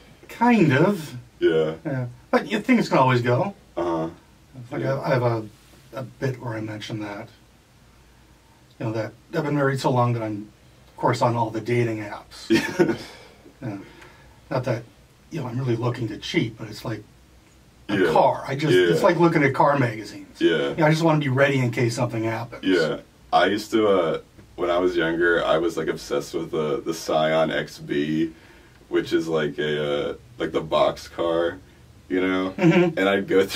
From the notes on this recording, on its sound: The Audio is pretty bad on this one, I apologize.